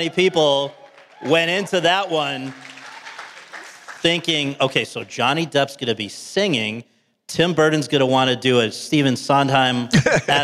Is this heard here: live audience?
yes